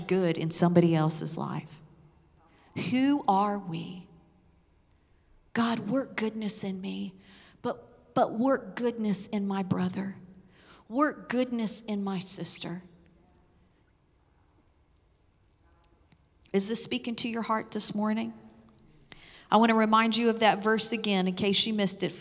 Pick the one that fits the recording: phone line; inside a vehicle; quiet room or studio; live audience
live audience